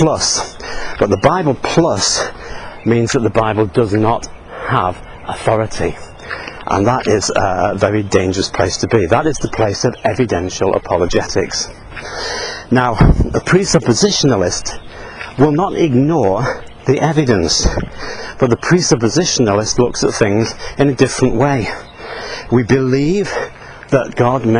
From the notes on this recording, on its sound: while out walking his dog